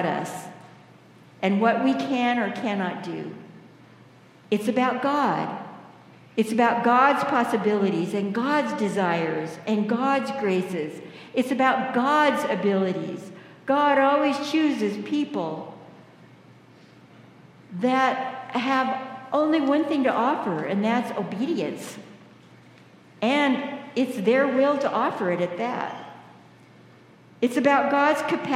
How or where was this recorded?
large echoing room